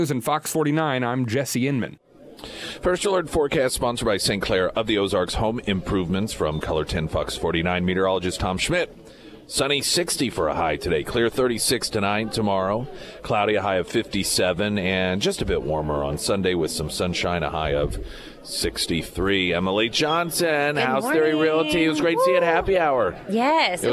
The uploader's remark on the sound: live at Scramblers Diner